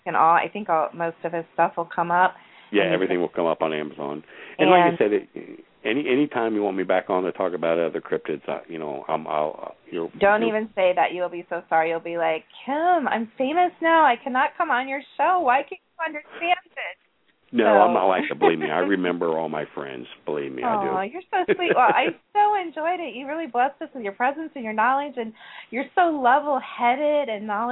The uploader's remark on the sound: Take your questions and LIVE calls.